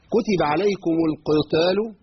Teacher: القاف مكسورة، لابد من بيان إيه مرتبتها، هي في أدنى المراتب يبقى تاخد المرتبة بتاعتها اللي هي ضعيفة جدا من ناحية التفخيم